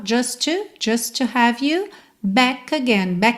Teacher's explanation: just com to você junta num T só